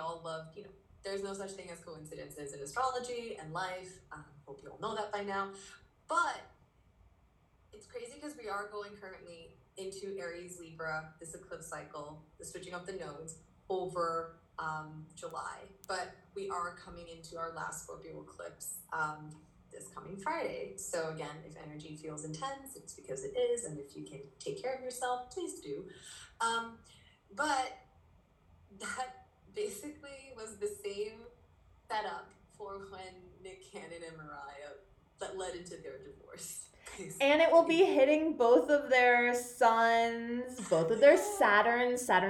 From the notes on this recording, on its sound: This episode was recorded via insta live